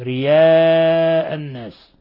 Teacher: أبو جعفر قرأ بإبدال الهمزة الأولى ياء وصلا ووقفا، ووافقه حمزة حالة الوقف رياء الناس، وقرأ الباقون رئاء الناس بالهمز.